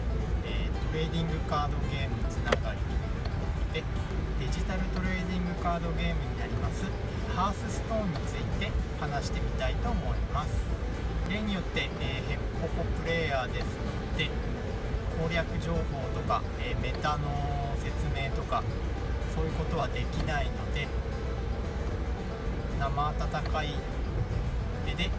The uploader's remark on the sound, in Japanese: 雨天、運転中の録音だったため、いつも以上に雑音が多いです